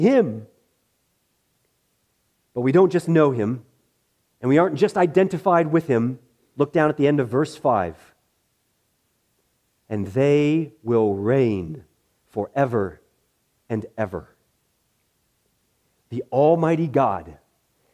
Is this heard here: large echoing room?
yes